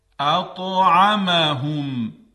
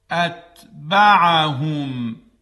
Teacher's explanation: اطعمهم حرف تا درشت ادا میشه، اتبعهم حرف ت، ت دو نقطه ظریف ادا میشه